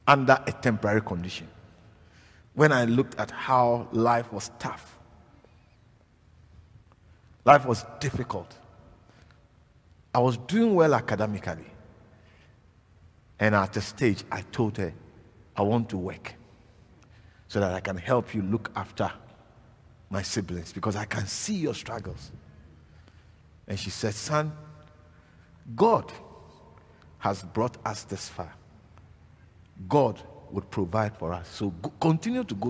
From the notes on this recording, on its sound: preached at LCI Silverlakes